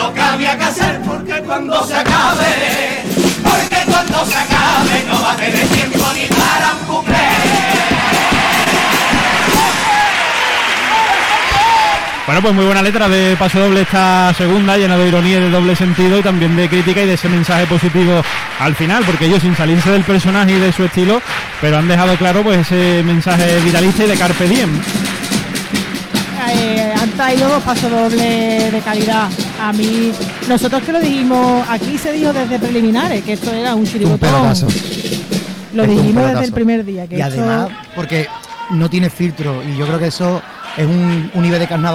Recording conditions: live audience